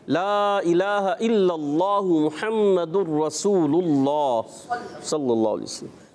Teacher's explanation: محمد الرسول اللہ، لام پر پیش تو موٹا کرنا ہے، اس میں جلالت اللہ پاک کے لام سے پہلے پیش آ رہا ہے تو اللہ پاک کا لام بھی جو ہے ہم نے موٹا کر کے ادا کرنا ہے